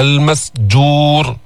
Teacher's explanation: والبحر المسجور، خلص السين من الجيم، السين المسجور، الجيم فيها شدة وفيها جهر، بينقطع الصوت عند النطق بها، المسجور. كمان منفخم الراء بالمسجور.